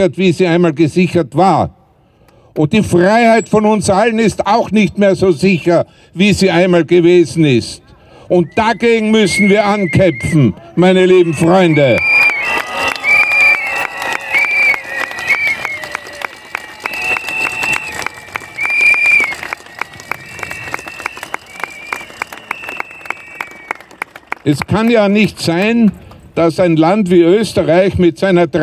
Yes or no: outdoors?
yes